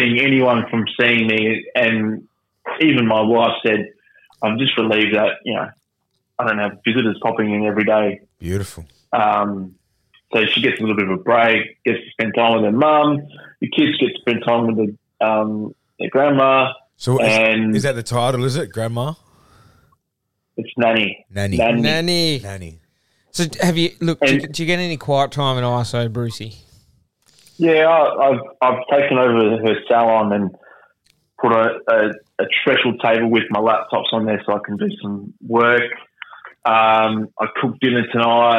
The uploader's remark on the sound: phones in from quarantine